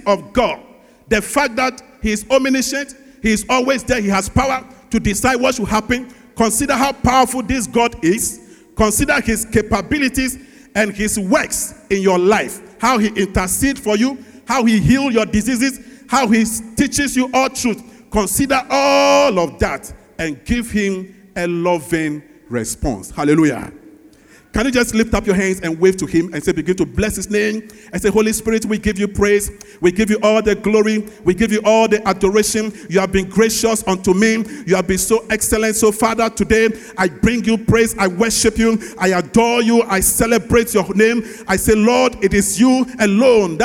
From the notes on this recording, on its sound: Sermon preached at CBC Shiashie Campus